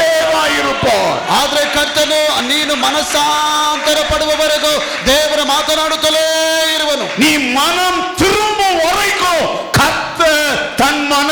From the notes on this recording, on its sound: Day 3 Sermon - Preached at Full Gospel Church, Jalahalli during July 2023 on the occasion of the Church's 55th anniversary.